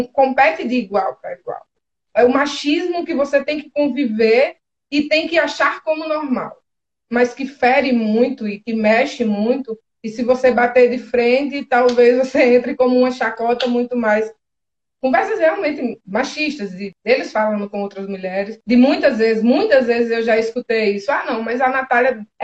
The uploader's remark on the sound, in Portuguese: conversas ao vivo (live) no Instagram